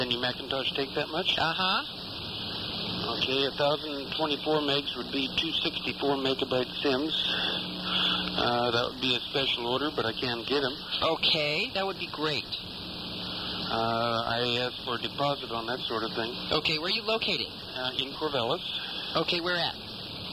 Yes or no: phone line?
yes